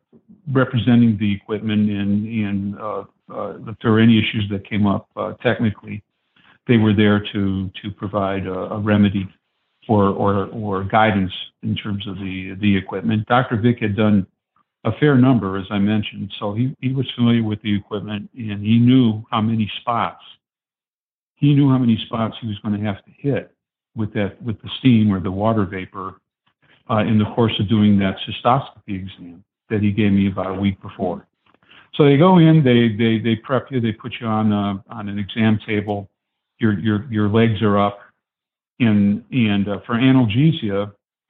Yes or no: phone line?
yes